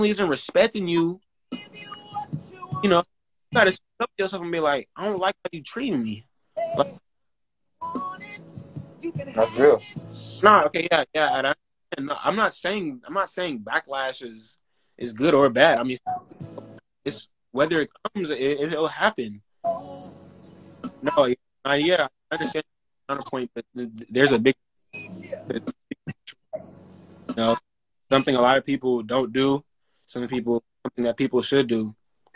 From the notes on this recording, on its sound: This episode was done Instagram live